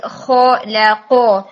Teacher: خو کو ہیوی رکھیں پھر بیچ میں لام کو لائٹ رکھیں